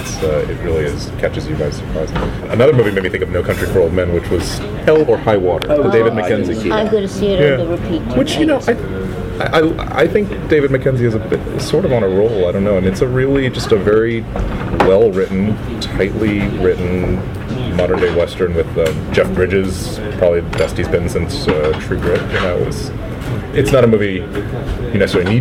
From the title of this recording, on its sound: Live from Cannes 2016